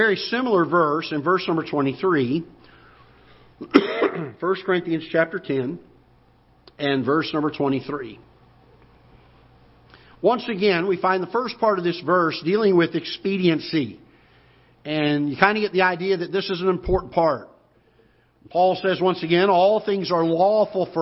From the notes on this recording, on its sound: Ketha Heights Baptist Church ~ Live Broadcast.